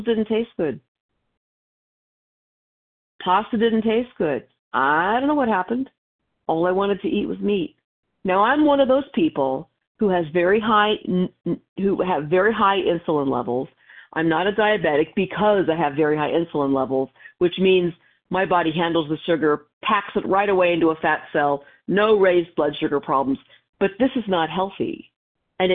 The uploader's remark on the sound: from the 100 Pounders Phone Meeting